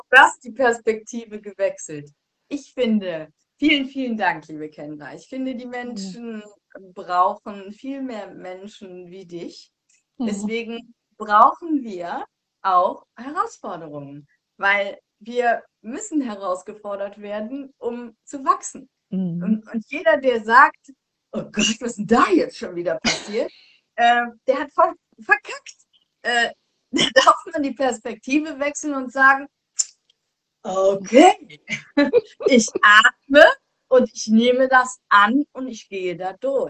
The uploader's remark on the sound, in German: die ich auf live auf Instagram geführt habe